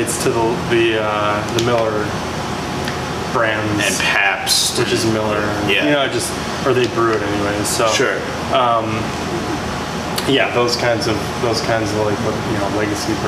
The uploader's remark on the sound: I apologize for the background noise!!!